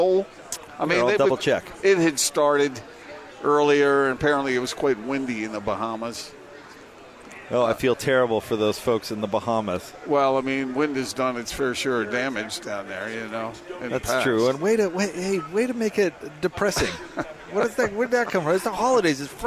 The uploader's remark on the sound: LIVE at The Road Home mediathon